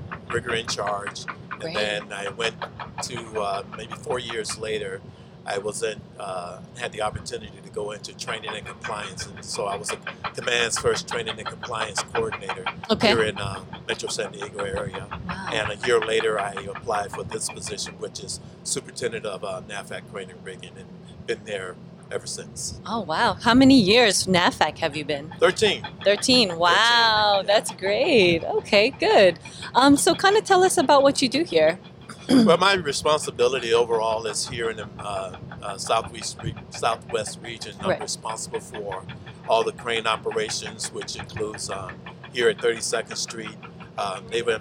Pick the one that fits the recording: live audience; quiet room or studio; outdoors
outdoors